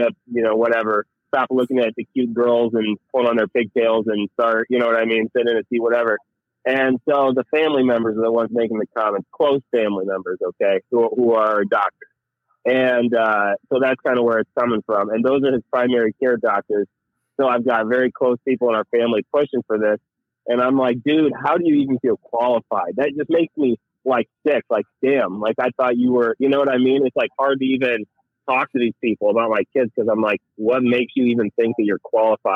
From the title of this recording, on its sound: Live Call In Show